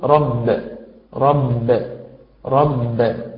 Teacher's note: أما المرتبة الرابعة فهي التي يكون حرف القلقلة فيها ساكنا في حالة الوقف الوصلي مشددا، مثل في فاتحة سورة الفاتحة الحمد لله رب العالمين، فحينما نقف على كلمة رب وجب علينا قلقلة الباء لأنها أصبحت ساكنة